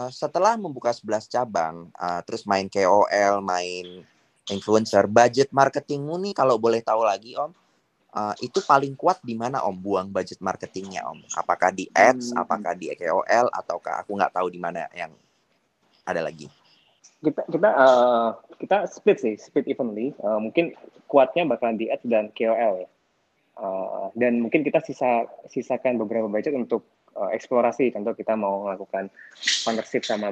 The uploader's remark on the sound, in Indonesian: Clubhouse Session. Rekaman clubhouse sesi ke-11.